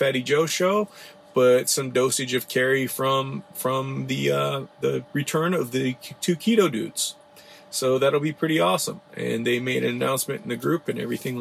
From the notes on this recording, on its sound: This episode was recorded from the road